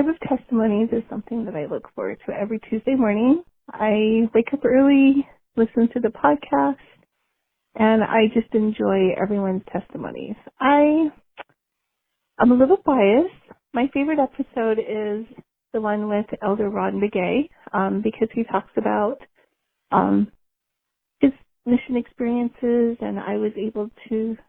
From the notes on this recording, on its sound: These women called in to share some of their experiences